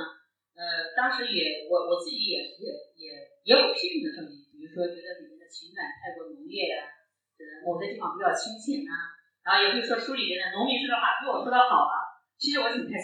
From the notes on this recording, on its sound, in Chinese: 现场特辑。本次节目属于现场临时录制， 音质较差请谅解。